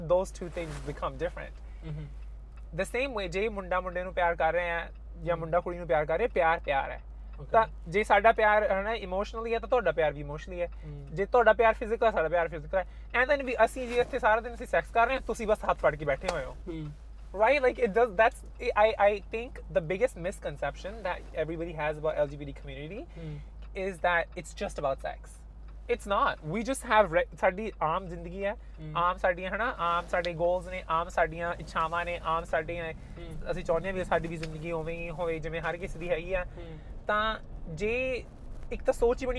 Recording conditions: inside a vehicle